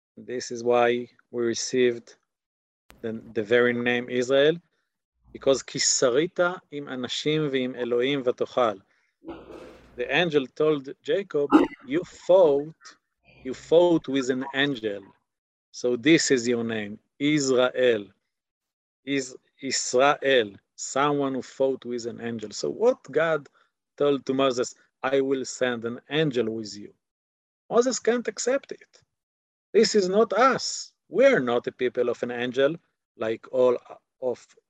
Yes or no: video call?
yes